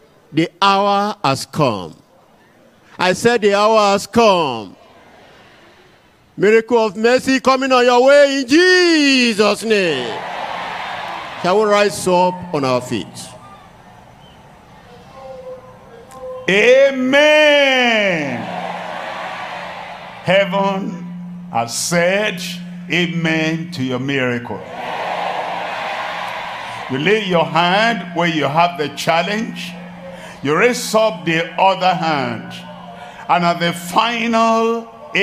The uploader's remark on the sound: live at Ogbomosho, Nigeria